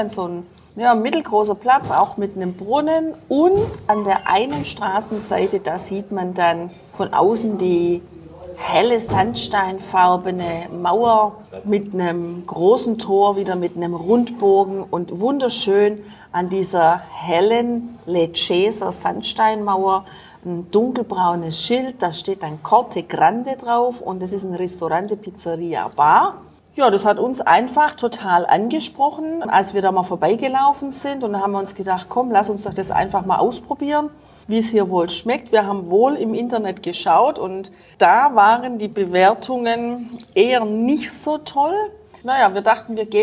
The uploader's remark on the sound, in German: Die kleine Gemeinde im Innenland des südlichen Salento. Wir berichten live aus einem Restaurant.